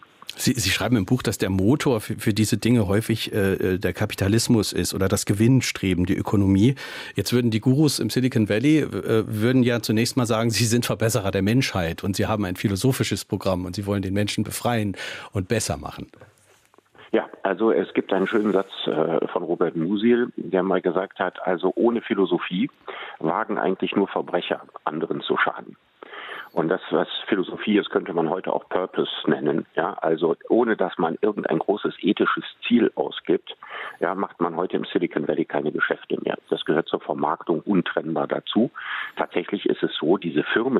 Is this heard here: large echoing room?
no